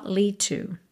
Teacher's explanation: lead termina em D, to começa em T, você junta num som só